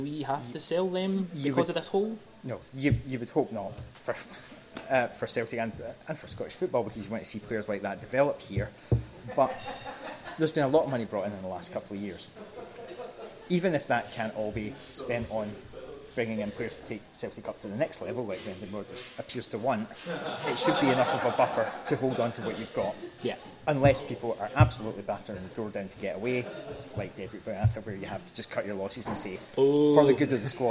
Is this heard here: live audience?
yes